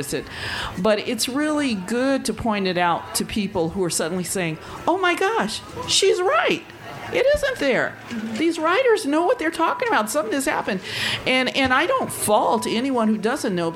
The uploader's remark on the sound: Remarks made at the 2018 Tucson Festival of Books at the Nuestras Raices.